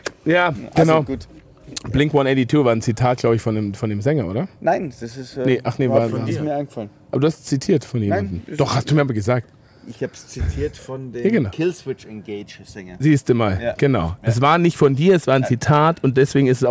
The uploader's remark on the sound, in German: Dieser Podcast wurde draußen aufgenommen und selbstverständlich kommt es zu dem ein oder anderen Nebengeräusch, aber alles vertretbar.